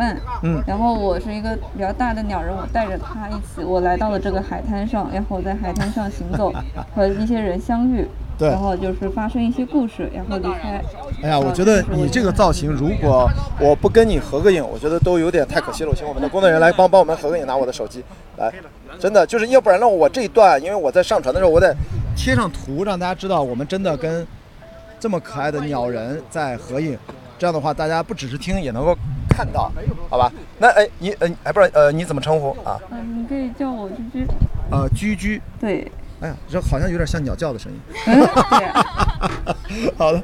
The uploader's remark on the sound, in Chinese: 我在阿那亚的【候鸟300】的沙城的夜里，散步。打开H6录音机，随机漫步，随机录音与对话。我遇到了两个音乐人，一个打击，一个长号。